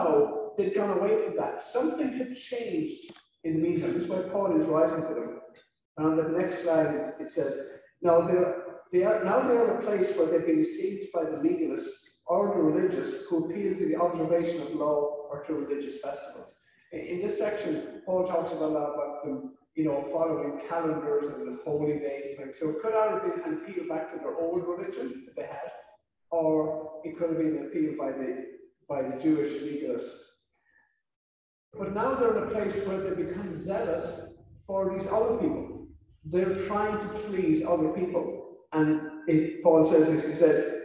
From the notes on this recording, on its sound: This sermon was recorded on July 25th at our in-person service. Due to the audio setup, the sound quality of this sermon is a bit poorer than others in this series.